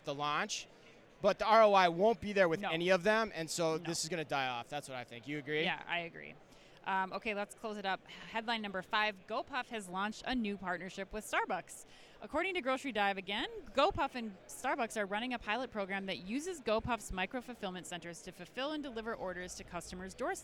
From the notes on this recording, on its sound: Live from Manifest.